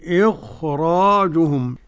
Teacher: كل القراء يقرؤون بتفخيم الراء